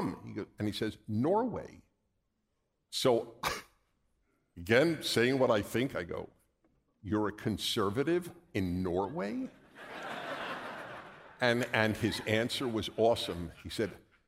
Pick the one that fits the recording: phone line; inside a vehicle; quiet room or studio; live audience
live audience